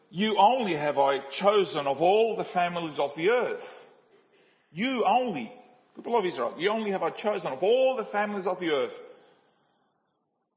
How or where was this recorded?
large echoing room